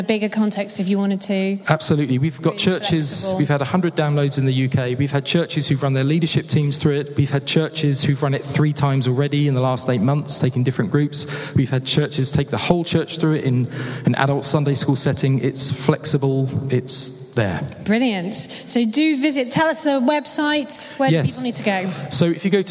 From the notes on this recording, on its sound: Interview from the Mind and Soul "Running On Empty" conference.